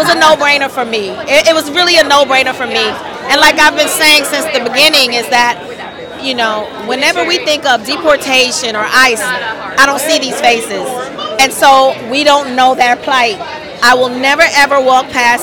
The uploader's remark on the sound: Live From The Red Carpet at "Jaja African Hair Braiding"